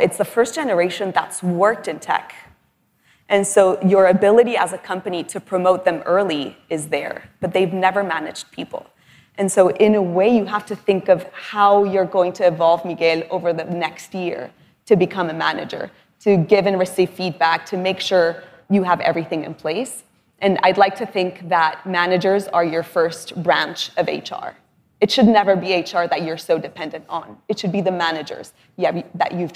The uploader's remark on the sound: Live keynote conversation at LendIt Fintech LatAm in Miami. My live keynote conversation at LendIt Fintech LatAm in Miami.